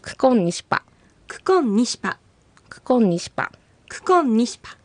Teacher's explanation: ね。そうですね、ここはコロの R とニシパの頭文字の N、 RN が重なって、この場合はその前の R は N の発音になりますので、クコロニシパよりはクコンニシパと発音される方が自然と言えます